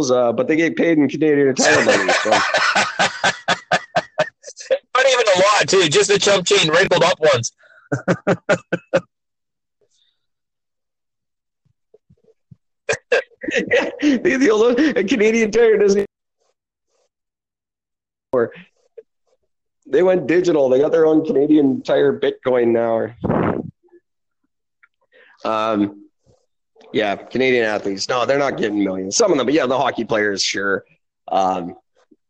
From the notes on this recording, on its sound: Technical difficulty plagues this already underwhelming 100th episode.